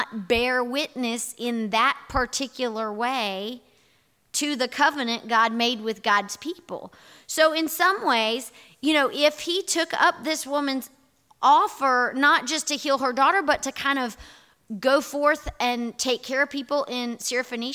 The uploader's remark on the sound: Audio recording from this morning&#8217;s in-person worship service. Here is our audio recording from this morning’s in-person worship service.